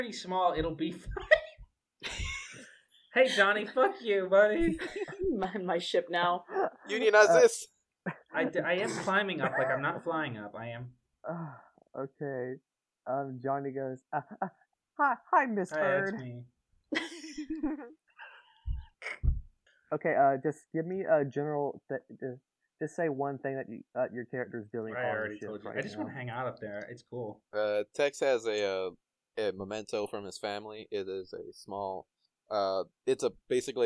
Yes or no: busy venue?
no